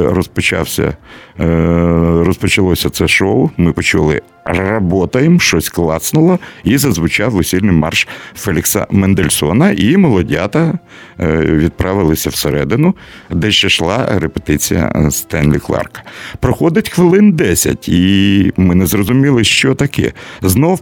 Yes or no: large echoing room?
no